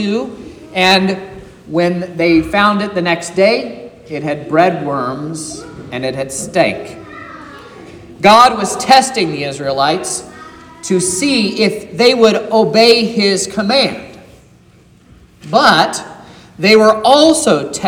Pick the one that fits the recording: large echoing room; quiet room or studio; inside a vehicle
large echoing room